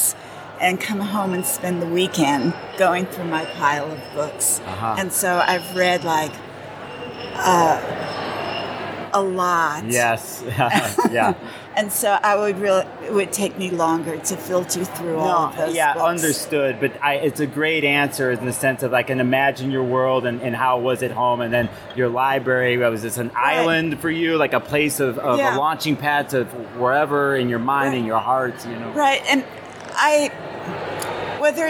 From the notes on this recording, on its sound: From the 2023 Northwest Astrological conference. I did my best to find the quietest spot for this "3 Questions" Interview.